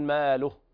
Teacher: ماله وولده، لاحظنا هنا يوجد في المصاحف واو صغيرة تحت الهاء، هذا يدل على أن الهاء تثبت حال الوصل وتسقط في الوقف، إذا وقفنا نقول ماله ونسكن الهاء